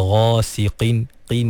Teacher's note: Jadi walaupun qaf tu baris bawah, dia duduk di martabat tafkhim yang paling rendah, tapi tak bermakna qaf tu menjadi nipis, ha, sampai bertukar menjadi kaf